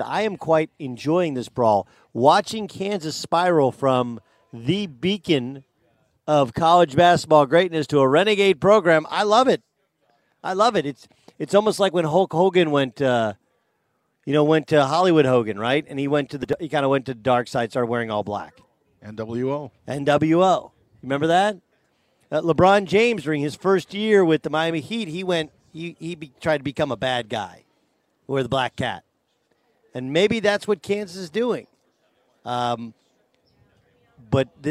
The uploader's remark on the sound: Live in San Diego for the Farmers Insurance Open.